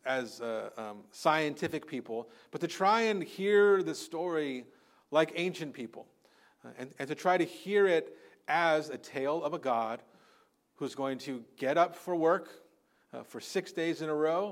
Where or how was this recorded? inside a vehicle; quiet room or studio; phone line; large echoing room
large echoing room